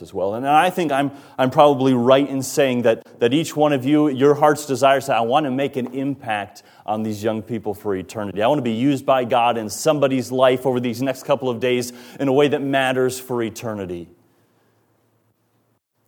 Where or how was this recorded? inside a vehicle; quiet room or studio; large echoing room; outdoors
large echoing room